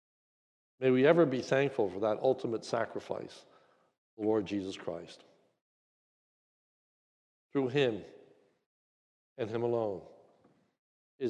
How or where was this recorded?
large echoing room